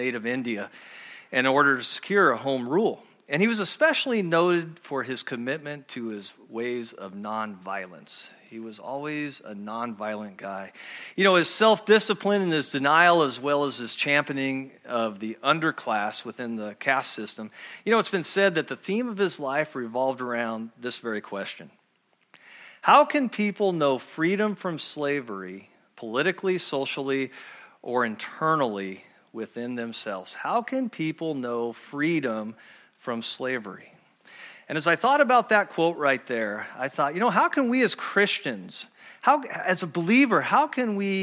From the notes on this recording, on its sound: at Murrieta Valley Church in Murrieta, California.